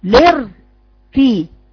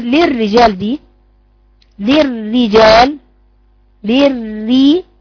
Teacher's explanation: المفروض ان للرجال دي للرجال للري عندك رائين، لابد ان يكون الرائين واضحين انهم رقيقتين · Shown in: second take · واجيب في الرأي الاولى الساكنة توسطها والرأي الثانية احكام كسرتها. · Term: الترقيق